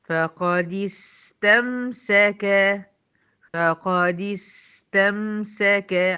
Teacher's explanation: لازم ابين اثناء التلاوة ان زمن السين اطول من زمن الميم · Term: الرخاوة